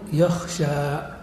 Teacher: تنطقها جمهور العرب بالألف الخالصة وقبلها فتحة خالصة فيقولون يخشى.